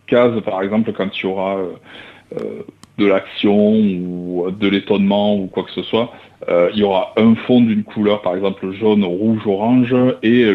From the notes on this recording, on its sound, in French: reçoit par téléphone le dessinateur